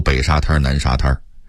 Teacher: 沙滩在北京话里一定得加儿音读沙滩